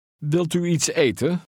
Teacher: Remember to drop the final N in the EN ending. The first E in the last word is a syllable.